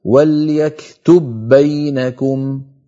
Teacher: نحو وليكتب بينكم، لاحظوا بأن الباء الأولى أدغمت في الثانية يعني دخلت فيها، فأطبقنا الشفتين على باء ساكنة غير مقلقلة وباعدناهما عن باء مفتوحة. والأصل في الإظهار أن نقول وليكتب بينكم، وهذا لا يفعله أحد من العرب أبدا.